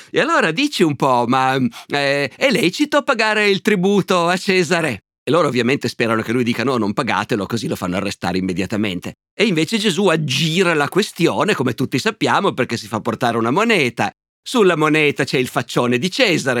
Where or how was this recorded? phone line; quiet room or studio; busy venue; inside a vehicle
quiet room or studio